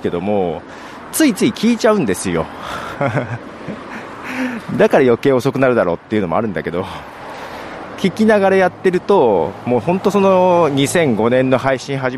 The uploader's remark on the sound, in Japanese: 歩きながら収録しています。